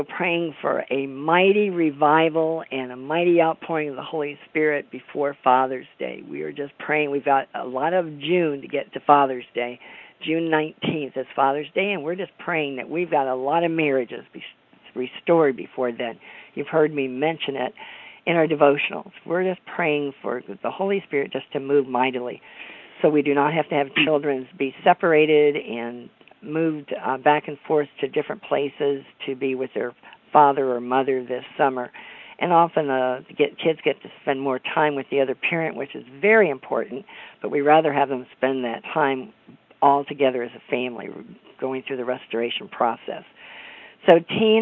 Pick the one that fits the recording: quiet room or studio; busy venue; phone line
phone line